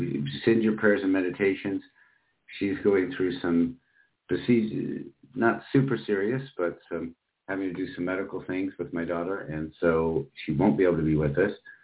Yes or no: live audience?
no